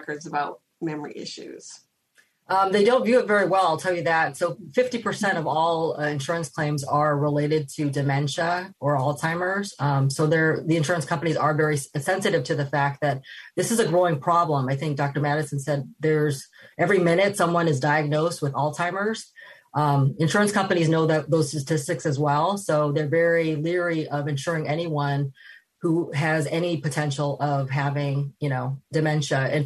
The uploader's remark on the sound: This program was recorded via video conference on October 27th, 2021 by the Commonwealth Club of California.